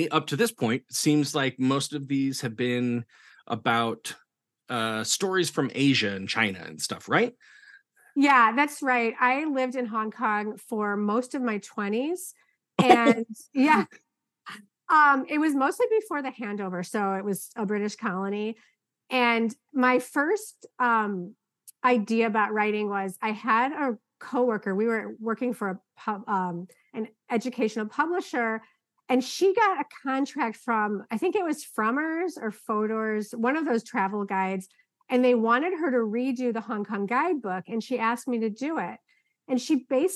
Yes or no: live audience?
no